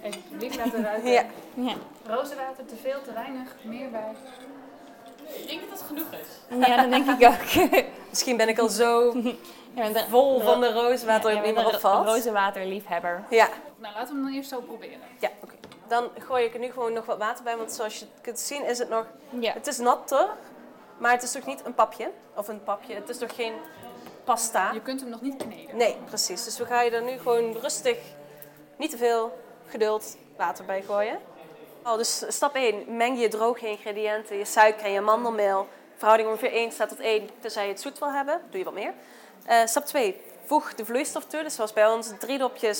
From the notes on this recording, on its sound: live vanaf het Foodie Festival in Amsterdam!